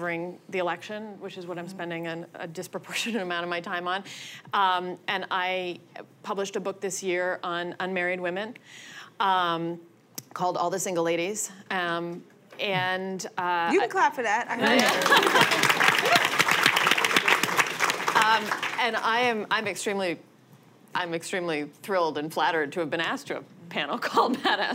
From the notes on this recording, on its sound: A panel of writers and activists. The conversation was recorded on September 22, 2016 in front of a live audience at New York's 92nd Street Y.